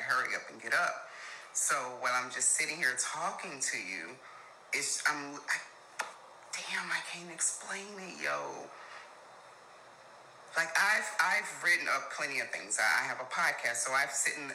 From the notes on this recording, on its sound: So, please forgive any background noise.